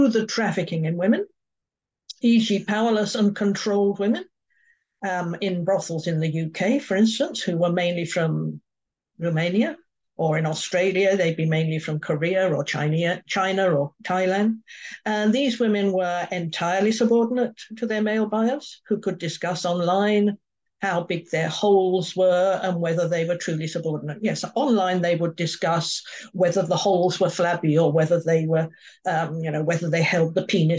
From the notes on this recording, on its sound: A live webinar.